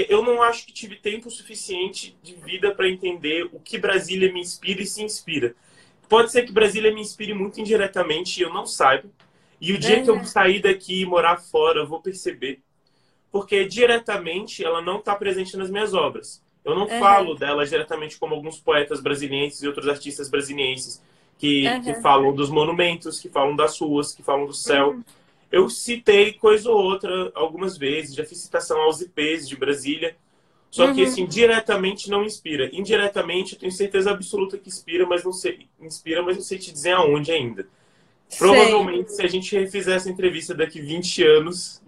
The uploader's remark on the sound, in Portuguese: Direto do isolamento, em sua casa em Brasília.